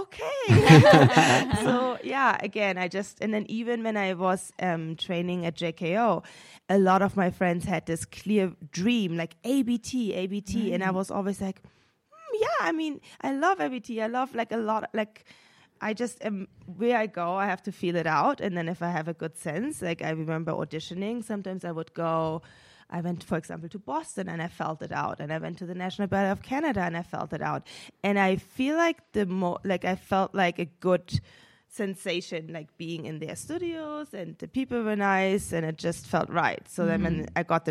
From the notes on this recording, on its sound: LIVE from the Vail Dance Festival. For this live recording of the ‘ Conversations On Dance ’ podcast. This episode was recorded live on August 1st, 2023 at the Manor Vail Lodge.